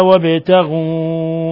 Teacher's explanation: وابتغوا حرف الباء ساكن فيقلقل لأنه من حروف قطب جد